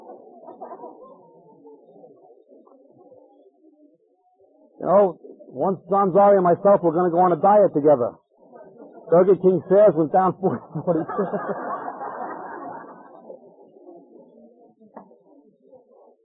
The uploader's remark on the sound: This five-part series was recorded at a conference sometime between 1996 and 2002.